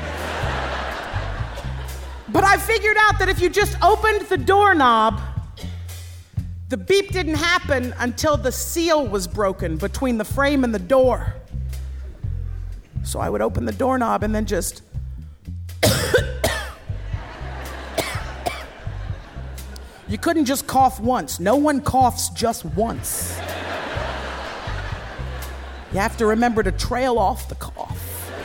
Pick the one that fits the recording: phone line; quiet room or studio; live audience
live audience